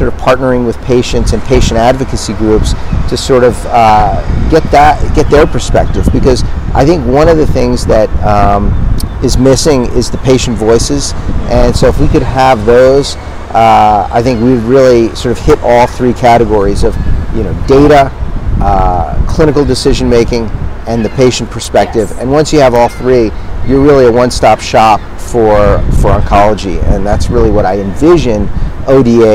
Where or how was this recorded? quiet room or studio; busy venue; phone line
busy venue